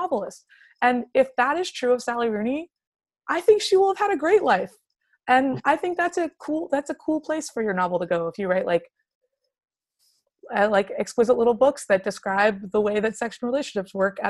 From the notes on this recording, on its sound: Zoom After Hours